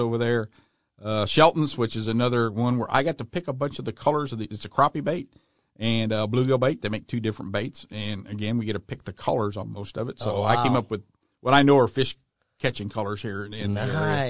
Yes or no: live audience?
no